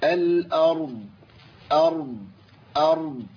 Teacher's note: ابين صوت الضاد مع تفخيم الراء وتسكينها.